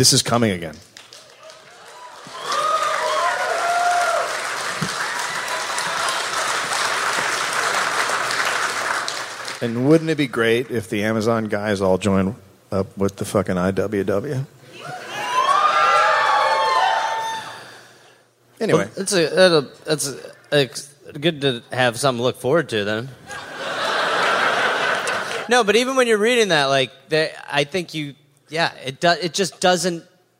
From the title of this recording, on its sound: (Live)